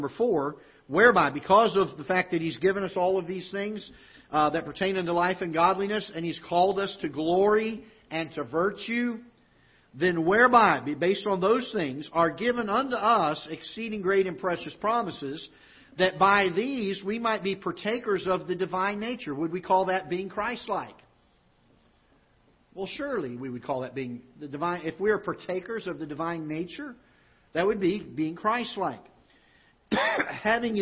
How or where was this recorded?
large echoing room